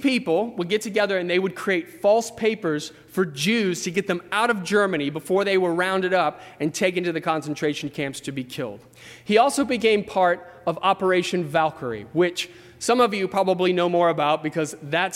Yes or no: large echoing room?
yes